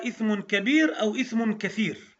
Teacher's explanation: الثاء المثلثة التي تخرج من طرف اللسان مع أطراف الثنايا العليا